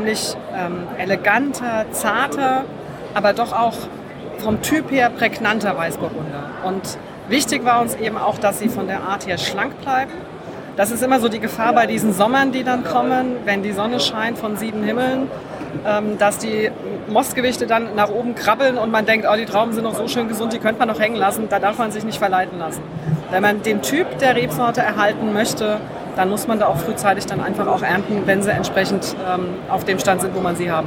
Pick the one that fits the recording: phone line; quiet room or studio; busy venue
busy venue